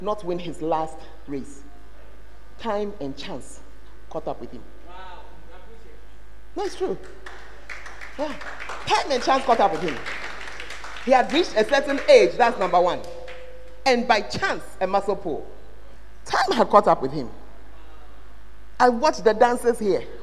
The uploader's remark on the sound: Preached at the Word Alive Service